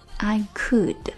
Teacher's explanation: I could 的失去爆破